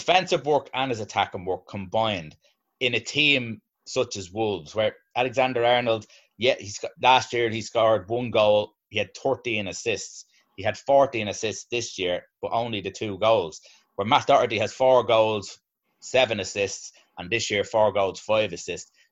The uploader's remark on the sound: FA Cup Weekend Zoom Show